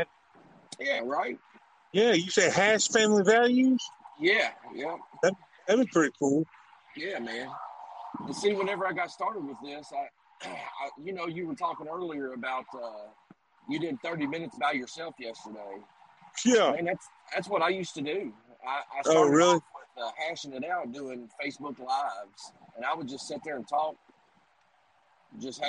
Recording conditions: inside a vehicle